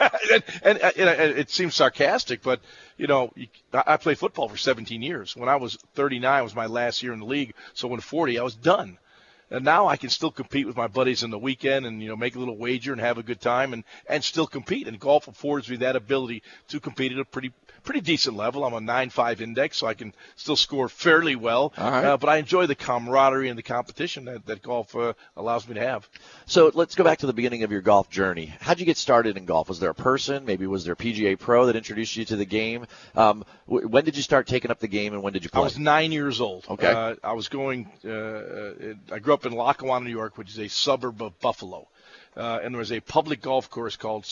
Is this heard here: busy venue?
yes